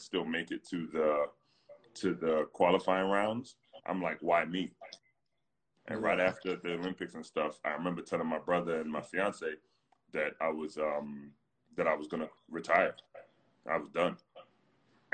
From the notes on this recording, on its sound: Whilst the world is locked down during the coronavirus pandemic. Predominantly answering questions from fans.